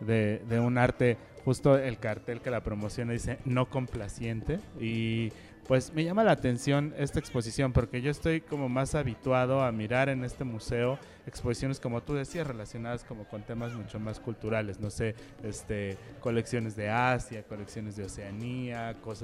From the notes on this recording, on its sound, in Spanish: Transmitimos completamente en vivo desde el Museo UNAM Hoy. Ubicado en la esquina de Seminario y Moneda, justo frente al Palacio Nacional.